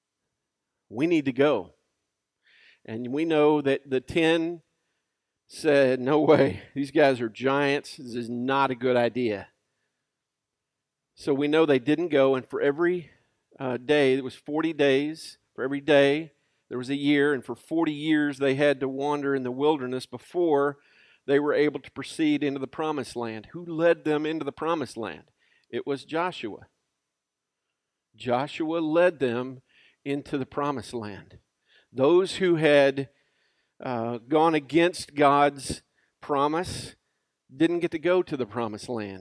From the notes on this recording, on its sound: Recorded live at Freedom Fellowship Church in Tontitown, Arkansas on Sunday, September 6, 2020.